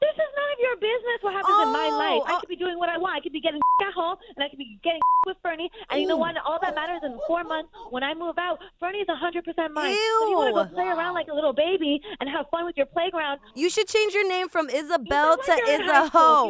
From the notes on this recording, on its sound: A listener called